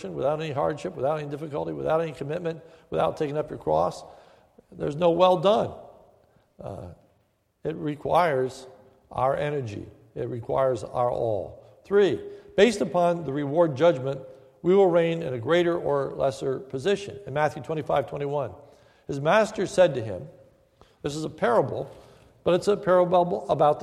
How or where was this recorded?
large echoing room